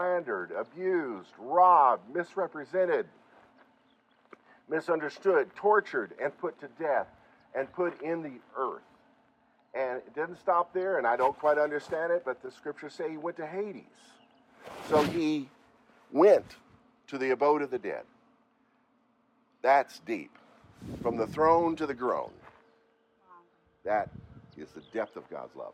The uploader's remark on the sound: Leading the Lord's Day Service at a Rhodesian Reunion in Canyon Of The Eagles Resort near Burnet, Texas - called INDABA TEXAS 2023.